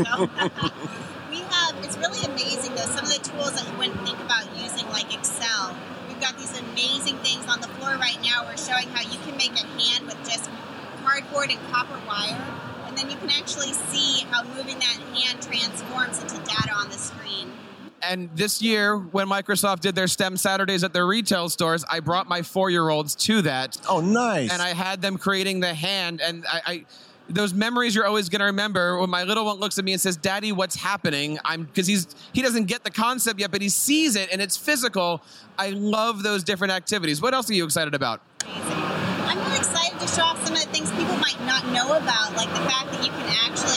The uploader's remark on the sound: LIVE from ISTE. This year at Microsoft Education booth.